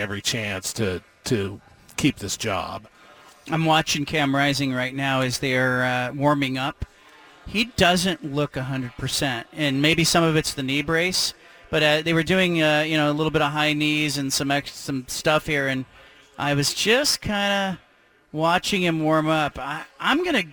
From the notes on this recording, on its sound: broadcasts live from Reser Stadium